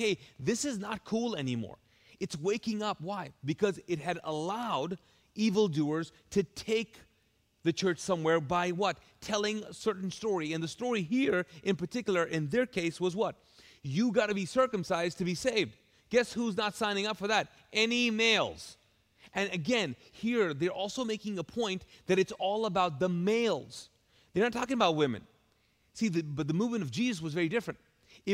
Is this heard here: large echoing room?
yes